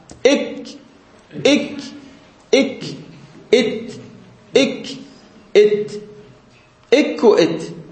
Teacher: ذني مهموسات ولكن شديدات بهن انحباس